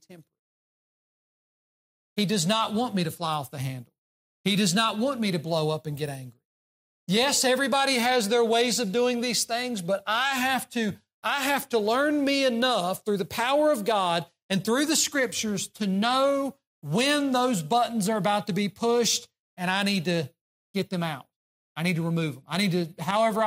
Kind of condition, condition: setting, large echoing room